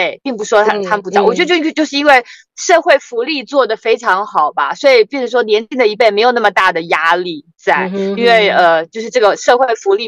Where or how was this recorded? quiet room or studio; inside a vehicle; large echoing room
inside a vehicle